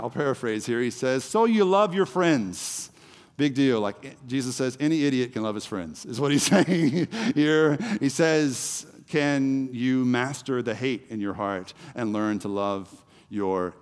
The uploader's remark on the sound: The Story Houston Service